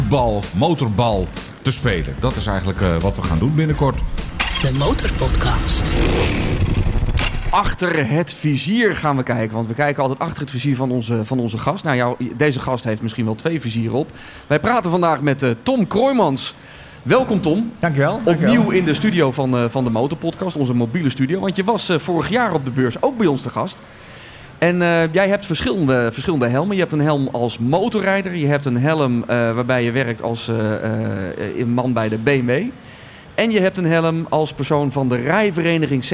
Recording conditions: busy venue